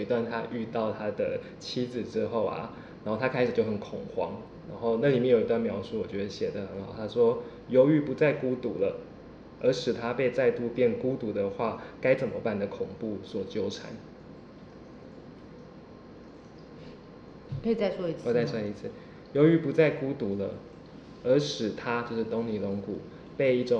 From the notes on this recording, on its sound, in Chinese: 沒有文本的劇場形式，只有觀眾的真實人生。透過主持人提問邀請，現場觀眾說出自己的感受，。由劇團立即即興重現，。